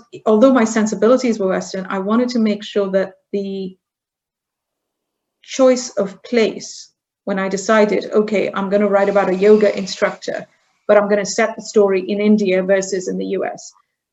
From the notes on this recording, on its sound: This episode is the audio version of a live online session from #JLFHouston2020.